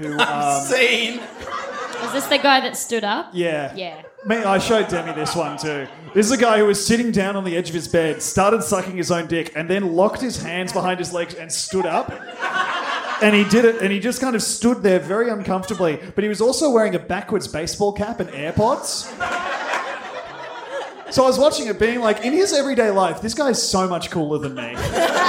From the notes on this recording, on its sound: Bst LIVE at the vanguard 2020. We did a live episode!